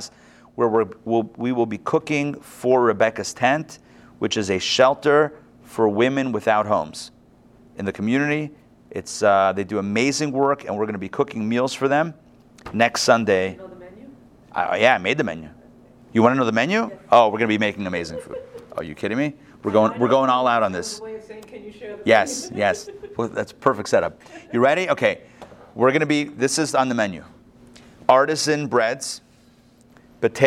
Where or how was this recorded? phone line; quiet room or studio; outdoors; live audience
live audience